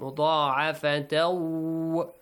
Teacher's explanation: So when you continue, tanween plus waw, merge them.